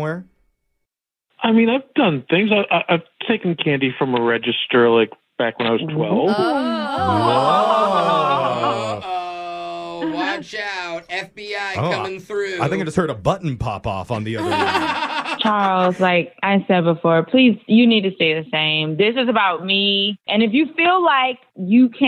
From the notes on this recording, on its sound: today’s Awkward Tuesday Phone call